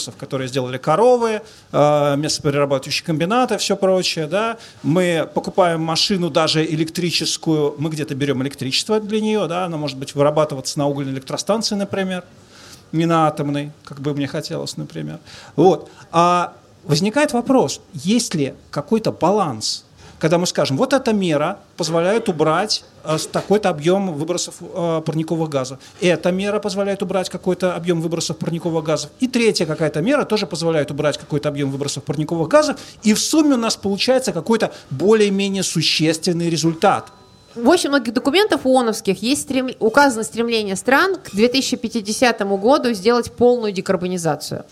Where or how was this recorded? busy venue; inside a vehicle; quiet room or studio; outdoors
busy venue